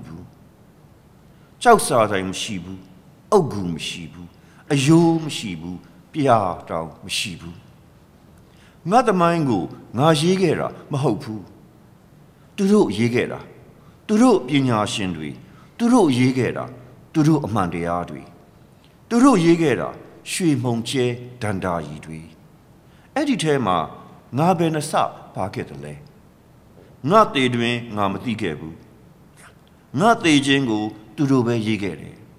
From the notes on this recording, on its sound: Reading two poems at the 2013 PWV event "Burma: Bones Will Crow".